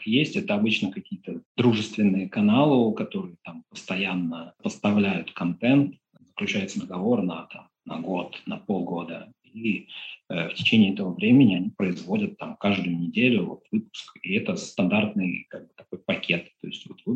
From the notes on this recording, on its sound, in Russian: Запись сделана в рамках телемоста Москва-Питер, за «нестудийное» качество звука в этом выпуске приносим свои извинения.